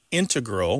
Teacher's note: you mainly hear integral with the stress on the first syllable among mathematicians and specialists in scientific fields